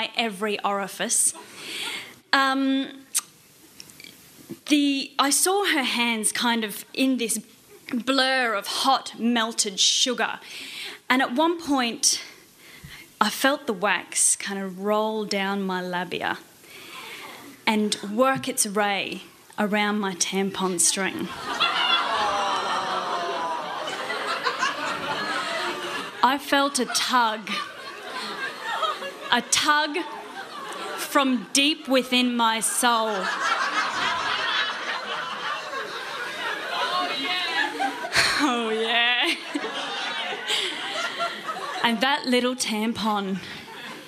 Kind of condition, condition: setting, live audience